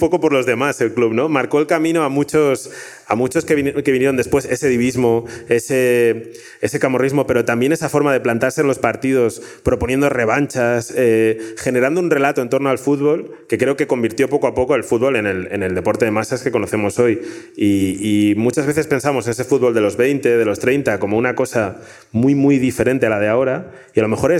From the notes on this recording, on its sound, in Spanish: grabado ante el público del festival Estación Podcast.